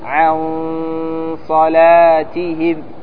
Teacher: قال بين اللسان والثنايا العليا، مثلا تقول عن صلاتهم، انظر هنا أن النون لا تتحقق في المخرج، أي أن اللسان لا تلتصق بمكان النون. قل معي عن صلاتهم. · Term: الإخفاء